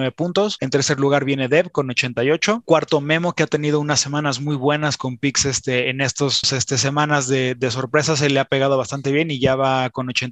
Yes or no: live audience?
no